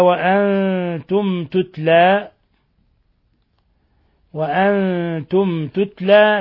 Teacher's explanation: ميم ساكنة جاء بعدها حرف التاء، الحكم التجويدي إظهار شفوي